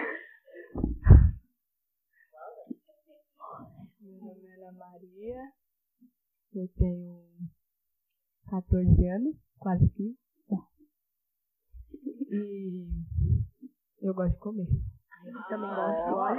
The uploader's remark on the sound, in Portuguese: City Jaraguá, São Paulo, SP. Episódio piloto, ainda com alguns problemas na captação de áudio, onde apresentamos quem somos. Na EMEF Dr.